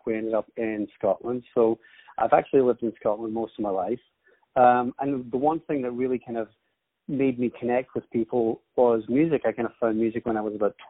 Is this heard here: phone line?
yes